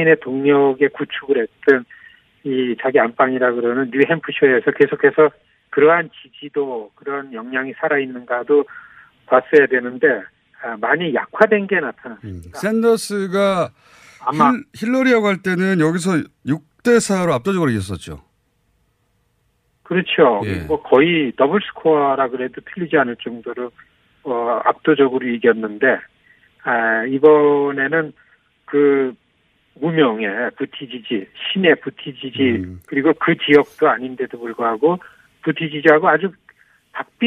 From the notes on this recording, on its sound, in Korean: 전화연결